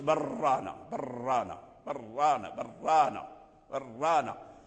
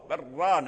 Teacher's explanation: تخفي التكرير وتظهر الشدة · Shown in: second take · عود، الشدة تظهرها برانا، لأن الراء اللام مدغم في الراء. ثم